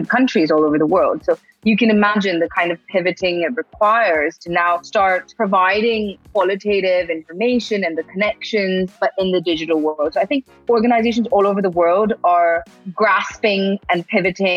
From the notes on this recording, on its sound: Encrypted is excited to partner up with the Future Blockchain Summit who have recently held their first ever Digital Keynote! Digital Keynote, a live webinar series.